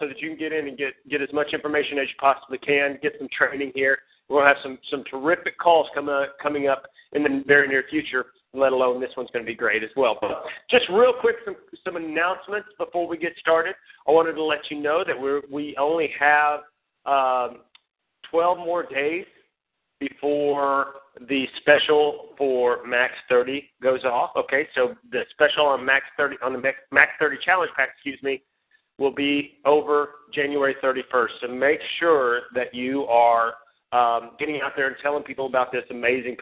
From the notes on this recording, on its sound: Team Elite Conference Call.